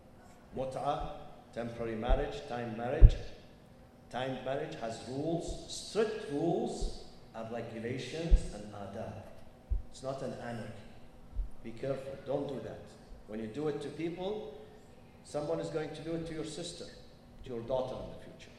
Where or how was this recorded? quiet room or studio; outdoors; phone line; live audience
live audience